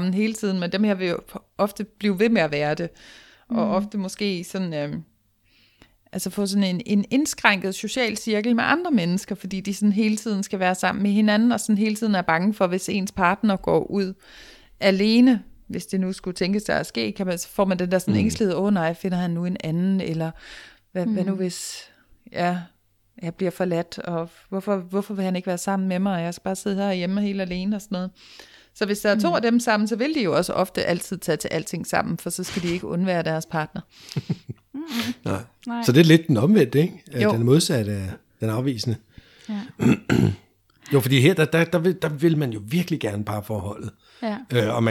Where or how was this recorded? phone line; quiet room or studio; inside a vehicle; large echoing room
quiet room or studio